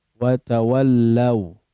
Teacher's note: Di sini waw sukun. Ketemu waw fathah atau waw berharakat. Maka di sini adalah jadinya waw bertasydid. · Term: idgham mislain